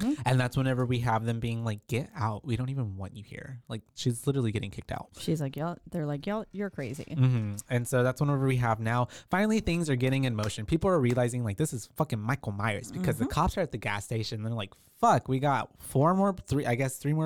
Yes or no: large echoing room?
no